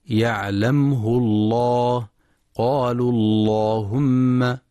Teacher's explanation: واتفق القراء على تغليظ لام لفظ الجلالة إن سبقت بفتح